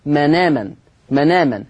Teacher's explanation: بشيل الهمزة واخد الحركة بتاعتها وانقلها على النون · Term: النقل